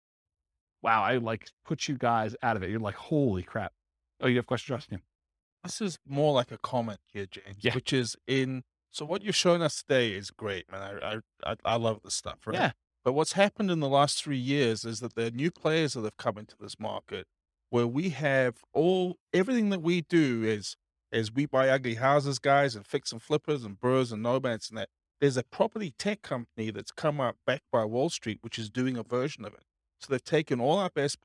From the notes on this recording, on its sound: This was a live class recorded